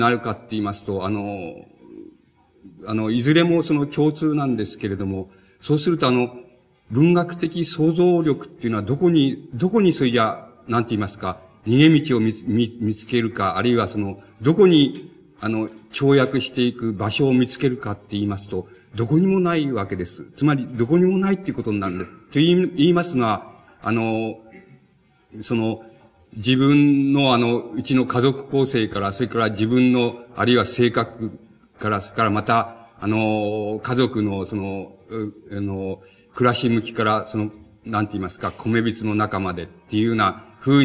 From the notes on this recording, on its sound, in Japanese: 場所：京都精華短期大学。京都精華短期大学大教室。一般の人にも開放され、 他大学の学生の参加も多かった。音源は主催者提供。たいへんクリアに収録されている。